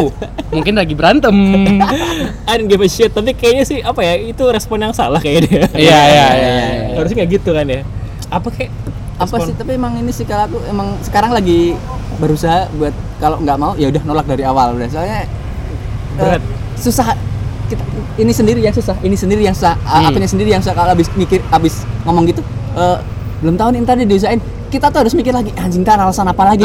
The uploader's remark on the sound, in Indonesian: Take kali ini di pinggir jalan, dinikmati ya ambience kendaraan bermotor mondar-mandir.